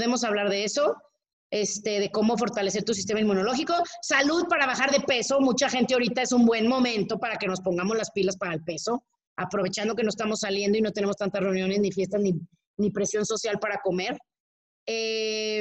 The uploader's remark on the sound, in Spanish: platicamos con los que entraron al zoom